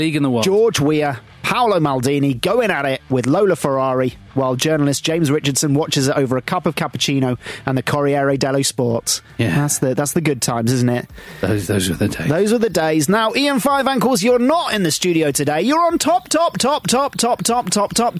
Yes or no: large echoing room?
no